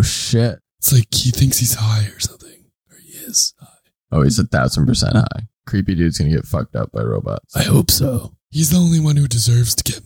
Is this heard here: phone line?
no